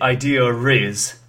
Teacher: the native speakers basically link ear and is with r sound. So they say idea riz instead of idea is. · Term: intrusive R